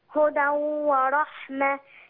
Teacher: أما تلاقي تنوين ورا منه واو خش في الواو على طول